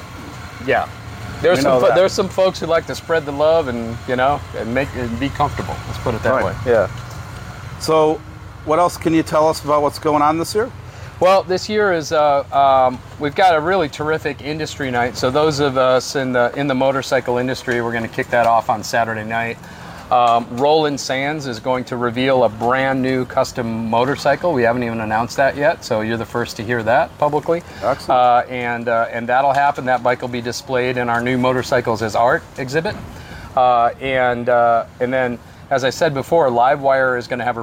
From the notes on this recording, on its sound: LIVE at MOTOBLOT 2023.